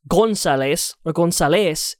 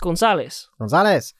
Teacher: Because it like the way Spanish works, there's that rule of pronunciation where odds are if it ends of an S or it ends of like a vowel, the emphasis is on the second last syllable · Shown in: second take